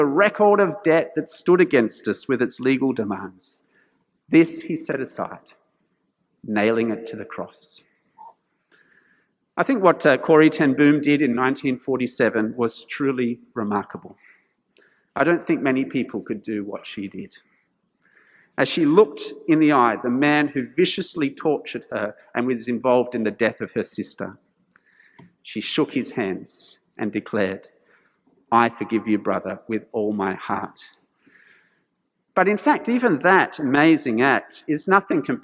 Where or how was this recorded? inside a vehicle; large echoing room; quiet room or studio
large echoing room